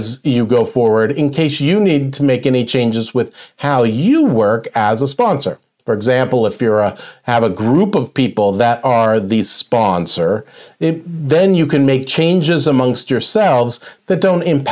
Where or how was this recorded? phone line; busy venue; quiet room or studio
quiet room or studio